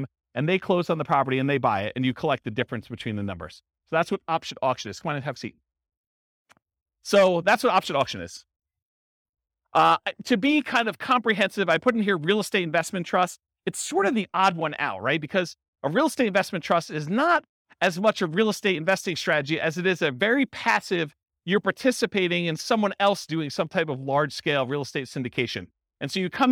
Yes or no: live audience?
yes